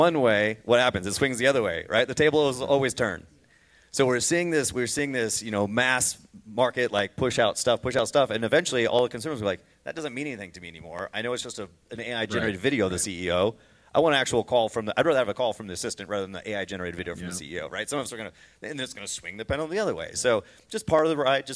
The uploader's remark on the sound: Full panel discussion from the KFAI 2023 event.